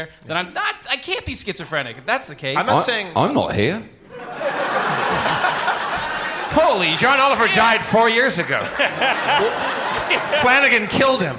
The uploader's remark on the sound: HARMONTOWN Live at Largo Coronet Theatre! (Presented in 128kbps Stereo).